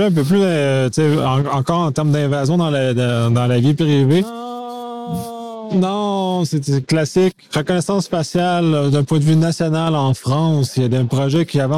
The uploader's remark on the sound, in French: Épisode au Colloque ISACA 2019.